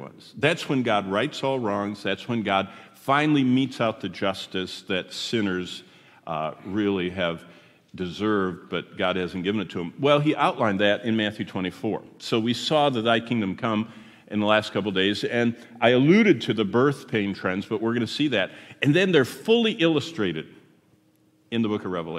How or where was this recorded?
live audience